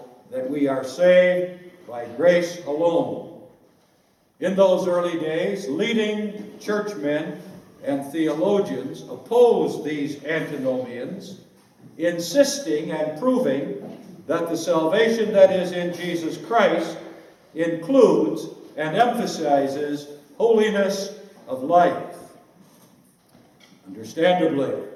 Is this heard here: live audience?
yes